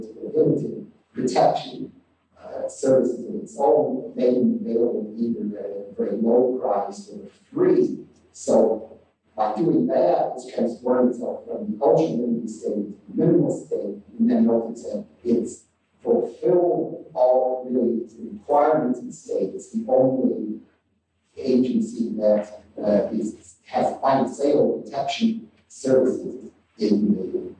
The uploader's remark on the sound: The current track has been improved with auto-processing; better audio track in preparation, with manually done tweaking… will replace the current track when ready. This lecture is from the 2008 meeting of the Property and Freedom Society.